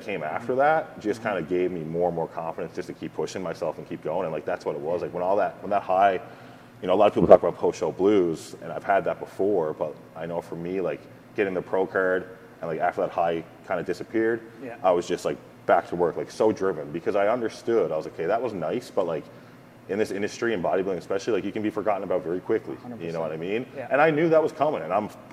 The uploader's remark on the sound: This episode was filmed live on location at Truth Gym Gallery in Victoria, BC Canada. Was on the west coast for a seminar and posing clinic as part of the Vancouver Island Showdown Posing series as sanctioned by the Canadian Physique Alliance.